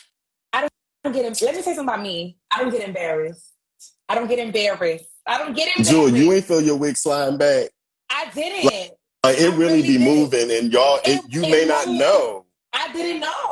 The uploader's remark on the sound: the audio from my InstaLive conversation